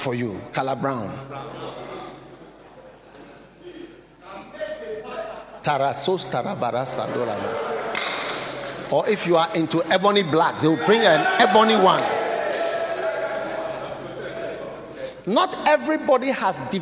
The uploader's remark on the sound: Preached at the Nakpanduri Pastors‘ Conference.